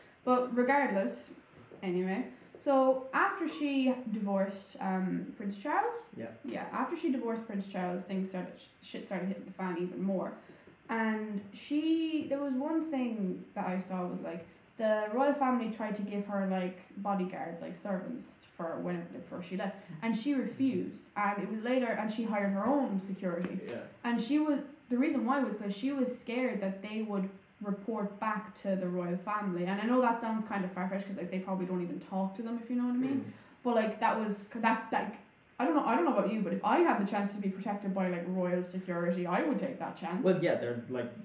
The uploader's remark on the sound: Audio quality still a little shit.